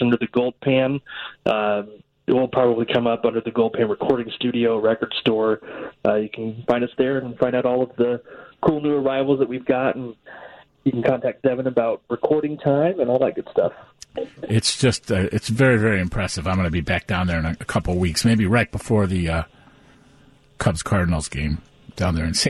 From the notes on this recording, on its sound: joins the conversation over the phone